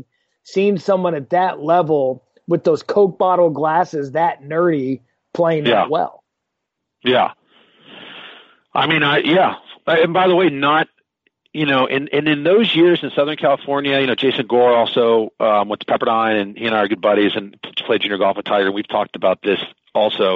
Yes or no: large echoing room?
no